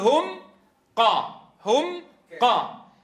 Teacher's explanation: إذن أولا زمن الغنة، ثانيا أننا في الإظهار نقرع المخرج، يرتفع المخرج ارتفاعتين، يرتفع يعني ينطق بالمخرج أولا بمخرج الميم ثم بمخرج الحرف الذي تظهر عنده الميم، فنقول هم قا، هم قا، فالحرفين نقرعهما مرتين، هم قا.